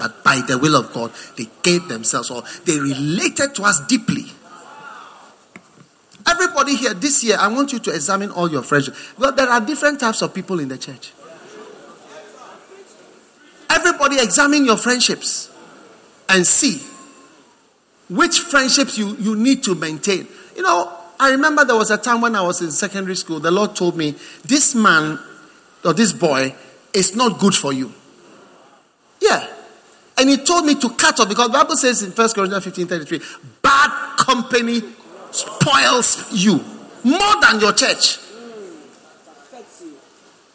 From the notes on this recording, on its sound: Preached at the First Love Center, Accra.